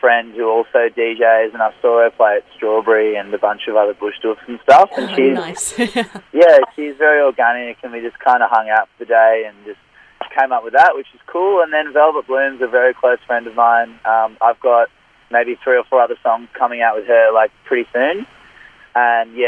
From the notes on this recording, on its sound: called into the house for a chat